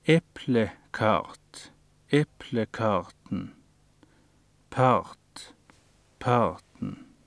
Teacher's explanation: Ord med lang og stemt R og aksent 1